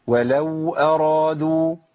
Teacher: لازم يجري الصوت شويه في الواو